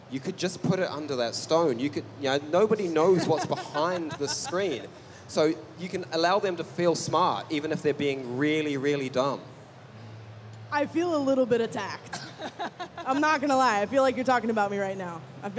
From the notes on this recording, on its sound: Check out the audio from MCM Comic Con's A Behind the Screens Look: Game Master's Roundtable panel. Check out the audio from MCM Comic Con's A Behind the Screens Look: Game Master's Roundtable panel. Are at MCM London Comic Con to talk about what it’s like to orchestrate your favorite role-playing games.